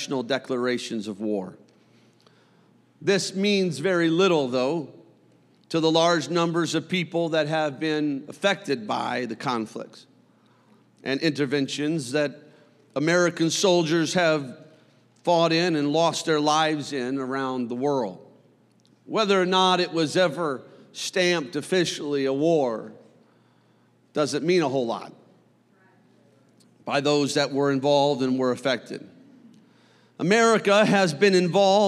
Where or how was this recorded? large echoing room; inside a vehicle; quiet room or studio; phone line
large echoing room